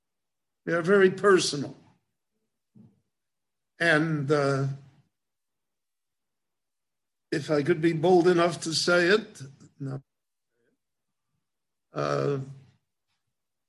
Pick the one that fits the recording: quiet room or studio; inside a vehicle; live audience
live audience